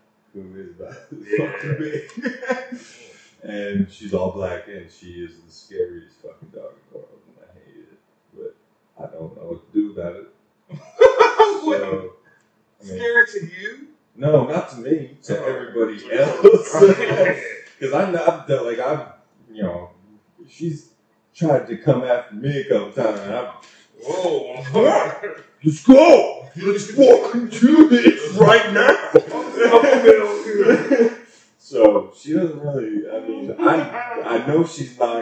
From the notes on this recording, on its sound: Sorry for the poor mic quality here